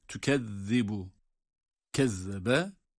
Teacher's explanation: Kezebe yani fiilin kök harflerinden birisi olan zal, burada peltek.